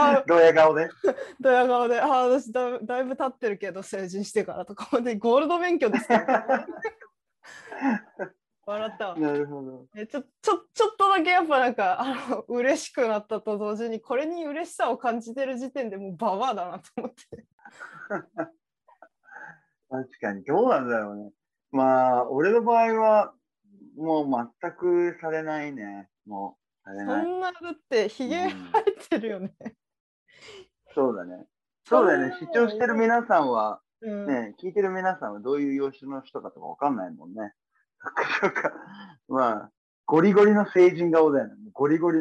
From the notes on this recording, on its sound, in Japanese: 音質があまり良くないため、聴きづらかったら申し訳ありません･･･